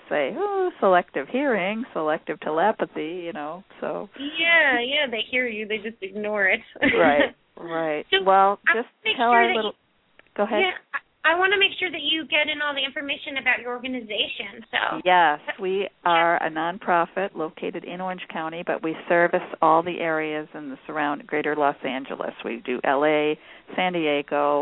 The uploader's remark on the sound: open up the lines for listeners to call